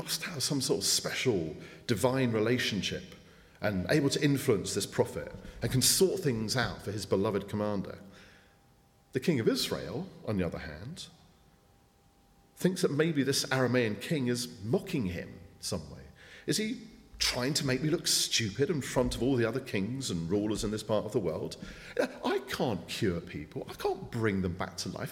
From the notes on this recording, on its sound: speaking at the 9:30 service